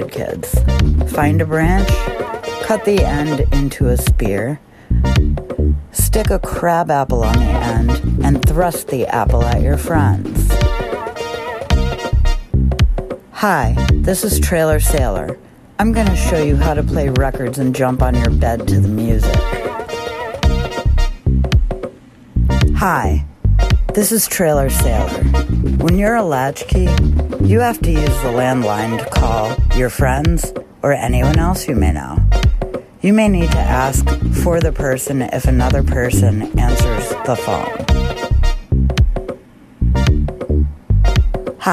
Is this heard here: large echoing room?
no